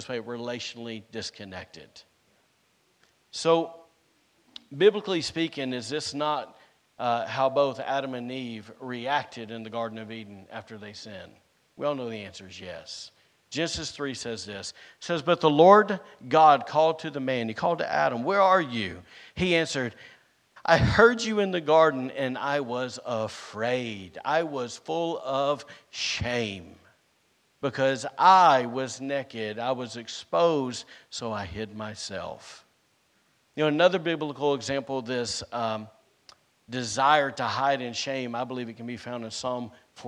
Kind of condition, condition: setting, large echoing room